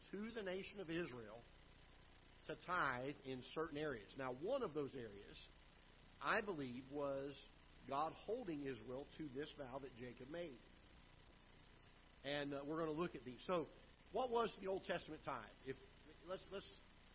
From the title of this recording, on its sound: Ketha Heights Baptist Church ~ Live Broadcast